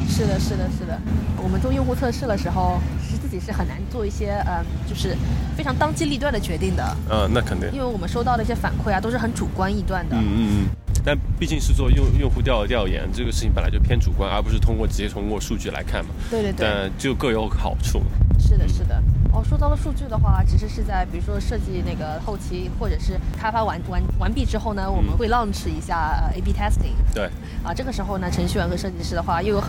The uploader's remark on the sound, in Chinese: 户外录音，稍有杂音，多谢谅解！